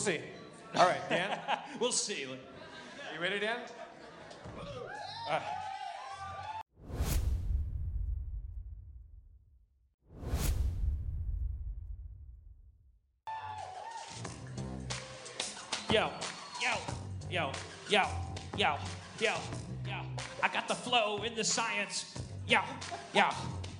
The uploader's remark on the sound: LIVE at SXSW 2015. Harmontown LIVE from SXSW at the Yahoo! Community premiere party.